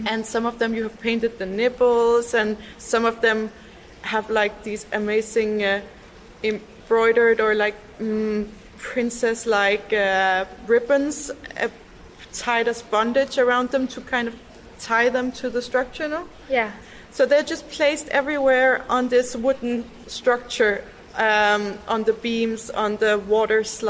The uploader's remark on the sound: in the Kuva/Tila gallery of the Fine Arts Academy of Helsinki